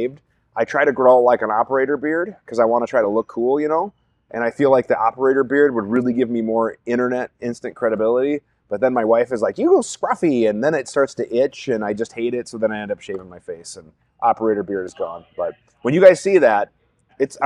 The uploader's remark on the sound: This episode will be live from the Rainier Arms Firearms Academy in Wichita, KS.